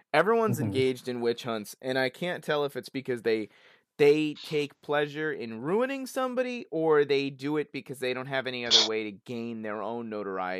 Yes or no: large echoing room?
no